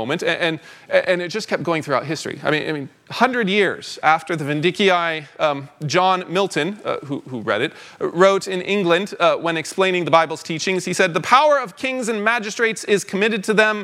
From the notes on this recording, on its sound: 2023 Fall Conference Talk #1.